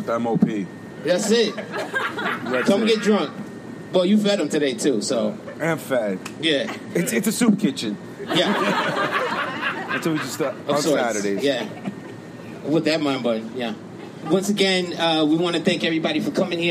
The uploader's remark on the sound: The guys host a live event for fans of the podcast, some audio from the MOPPC live game show.